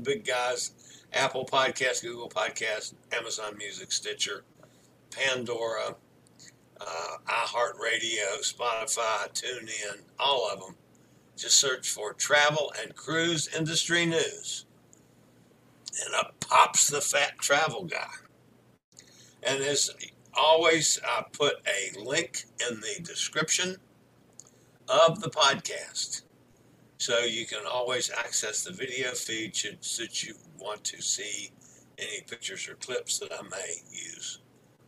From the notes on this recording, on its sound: LIVE from Miami, Florida on board Freedom of the Seas.